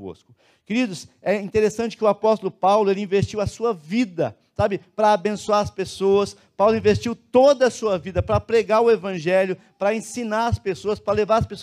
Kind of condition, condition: setting, large echoing room